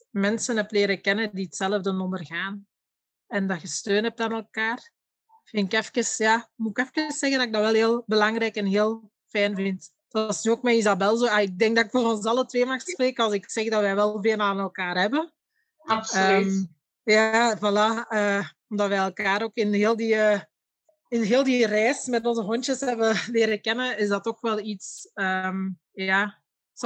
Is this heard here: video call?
yes